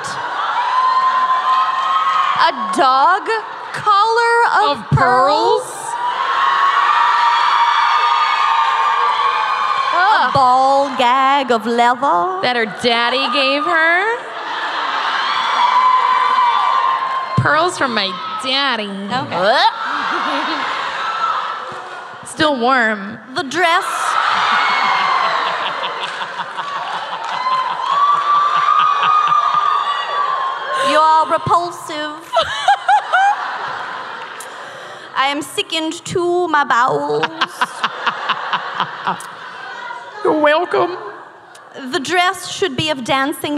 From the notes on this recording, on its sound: Live from Dallas. Dallas LIVE.